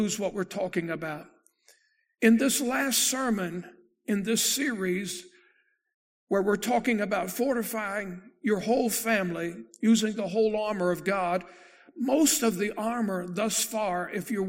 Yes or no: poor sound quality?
no